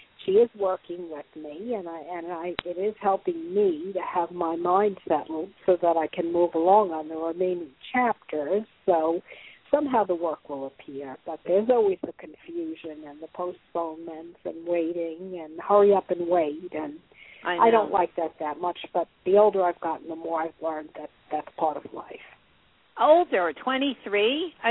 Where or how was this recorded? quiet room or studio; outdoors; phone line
phone line